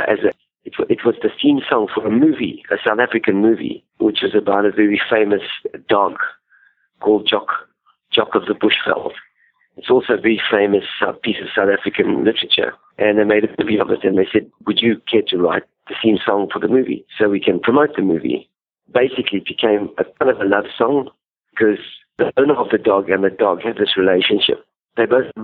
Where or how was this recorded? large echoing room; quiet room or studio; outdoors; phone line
phone line